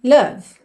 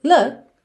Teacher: Look or love, eu particularmente acho que é love mesmo, porque o O tá mais pra love do que pra look, que seria um pouquinho mais fechado, tá? E também o V, ele deixa um pouco mais suave esse final aí da sílaba, enquanto que look seria mais abrupto esse corte · o O tá mais pra love do que pra look, que seria um pouquinho mais fechado, tá? E também o V, ele deixa um pouco mais suave esse final aí da sílaba, enquanto que look seria mais abrupto esse corte, tá?